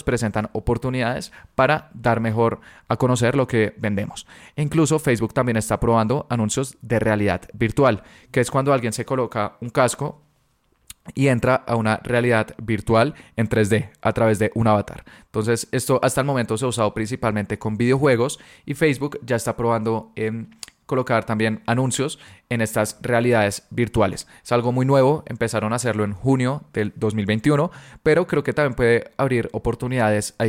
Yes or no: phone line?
no